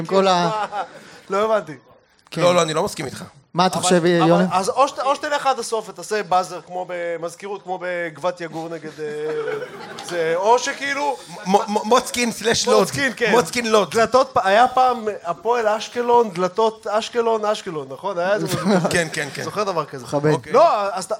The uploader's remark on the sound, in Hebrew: הפרק שהוקלט מול קהל במהלך מסיבת המונדיאל הראשונה של ציון 3 – אנחנו שיכורים, סורי.